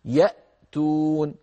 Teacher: وقد شرحت سابقا ما معنى الهمزة المسهلة وأذكر به الآن، الهمزة المسهلة طبعا الهمزة كيف تخرج بي من الوترين الصوتيين في الحنجرة، قولوا لو سمحتم يأتون انظر ماذا يحدث في حلقك فتجد بأن الوترين الصوتيين ينقفلان تماما، و ينقفل الوتران تماما عند نطق الهمزة الساكنة، فهذا الانقفال للوترين عندما تكون الهمزة محققة.